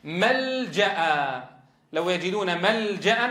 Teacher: هي لام ساكنة من أصول بنية الاسم، تظهر دائما، تظهر وجوبا ولا تكون إلا متوسطة. · Term: لام الاسم